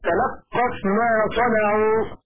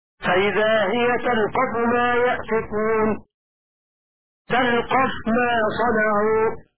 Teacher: فقرأ شعبة فإذا هي تلقف ما يأفكون كذا موضع الشعراء كذا موضع طه تلقف ما صنعوا هكذا فتح اللام وتشديد القاف من التلقف · Shown in: first take